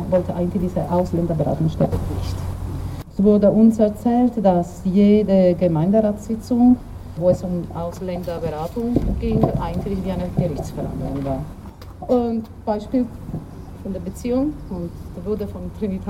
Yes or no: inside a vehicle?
yes